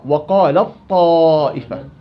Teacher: أحسنت، التاء تصبح طاء، أدخلنا التاء في الطاء. طيب، التاء ساكنة والطاء متحركة، بدي أخليهم حرف واحد مشدد كالحرف الثاني، تصبح التاء طاء · Term: الإدغام